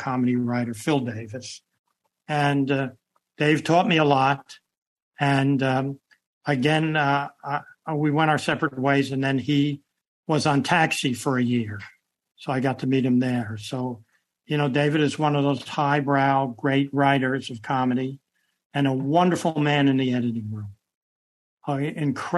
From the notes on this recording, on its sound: This program was recorded via video conference on September 27th, 2022 by the Commonwealth Club of California.